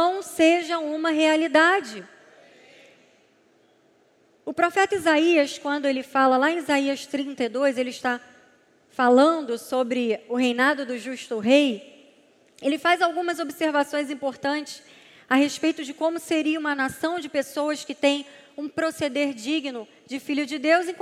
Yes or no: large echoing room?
yes